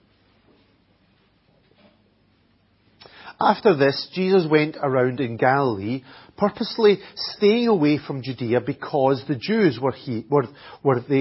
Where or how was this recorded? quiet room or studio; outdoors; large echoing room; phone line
large echoing room